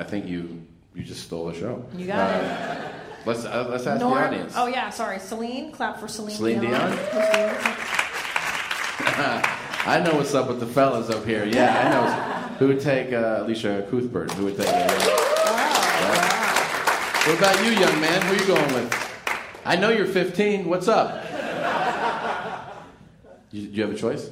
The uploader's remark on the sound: We include the LIVE from MOMTREAL YMH at the Just For Laughs Comedy Festival with a BANGIN audience.